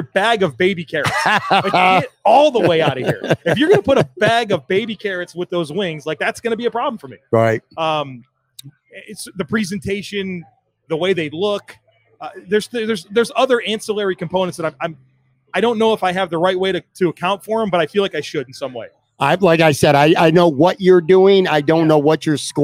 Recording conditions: busy venue